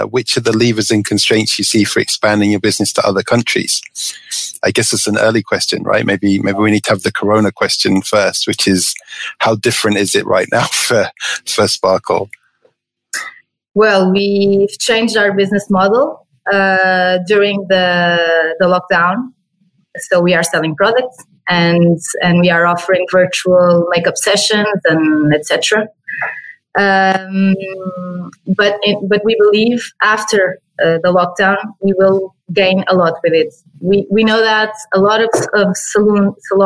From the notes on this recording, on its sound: This episode was first recorded as a webinar in April 2020 and converted to a podcast.